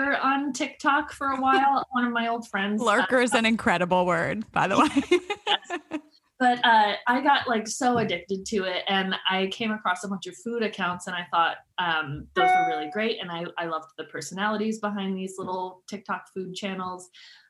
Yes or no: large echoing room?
no